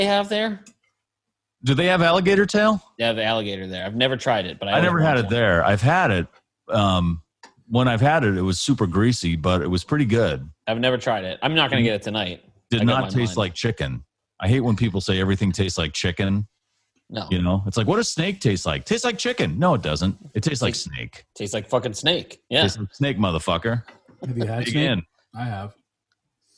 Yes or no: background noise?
no